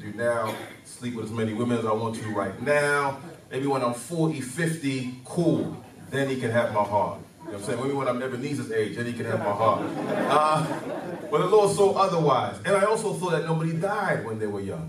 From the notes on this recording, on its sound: Stand Firm Tour Dallas Live Show